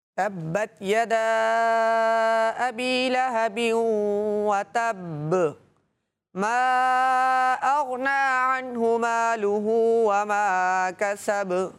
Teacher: وقف کریں گے کہ یہاں پر بھی اور یہاں پر بھی کیا ہوگا قلقلہ خوب ظاہر ہوگا با میں جی تبت یدا ابی لہب وتب ما اغنا عنہ مالہ وما